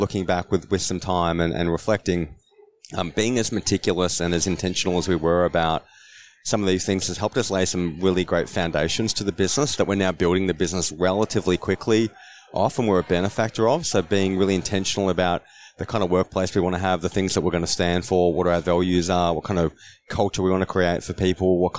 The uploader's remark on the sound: This was recorded at the FAAA Congress 2023.